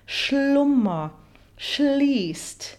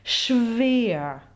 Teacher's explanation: especially when this sh sound is followed by a voiced consonant, you can really linger on these sounds. Schlummer, Schließt, and almost have a tiny feeling of a shadow vowel before the voiced consonant to make sure that it's really voiced.